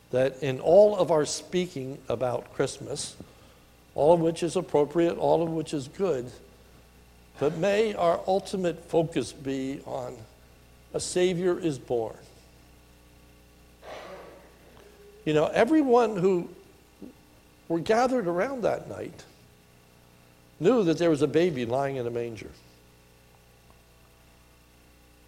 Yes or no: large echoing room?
yes